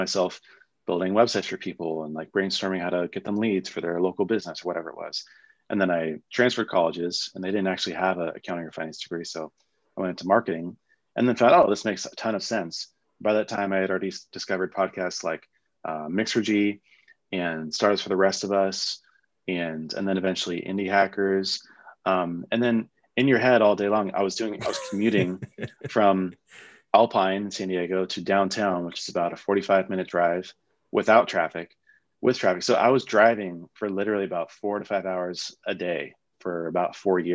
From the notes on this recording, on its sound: I figured I could strip out the audio of our Zoom chat for a surprise Weekend Drop!